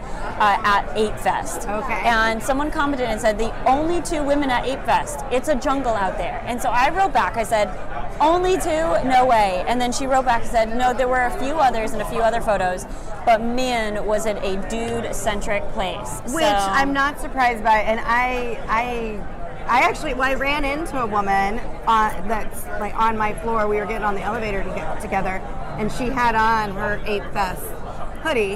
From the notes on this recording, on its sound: In this episode, we are bringing you the news LIVE from NFTNYC 2022!